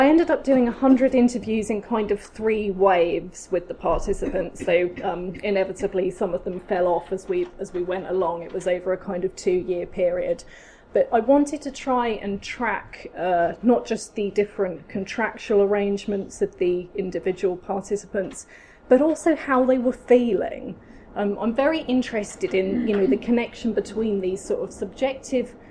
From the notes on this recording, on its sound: Speaks at SRHE Higher Education Policy Network Event - Casualisation and the academy: Considering the implications for academics, students and higher education policy.